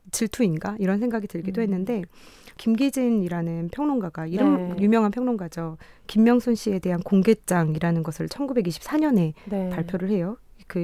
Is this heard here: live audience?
no